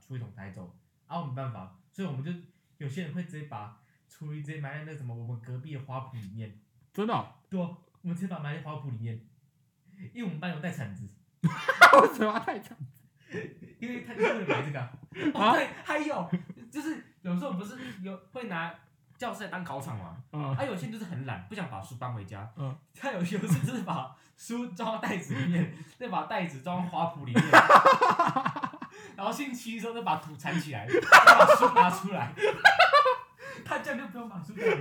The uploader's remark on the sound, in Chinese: 今天台中一樣下著雨。錄音設備不佳請見諒。戴牙套錄音口齒不清。